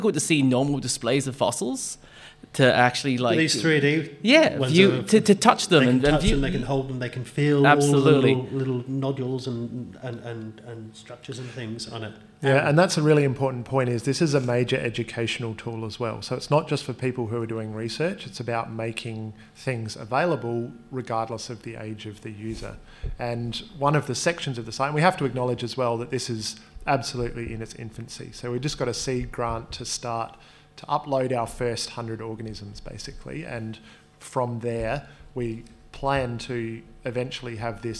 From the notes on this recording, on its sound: In another episode recorded live during the Palaeo Jam National Science Week tour.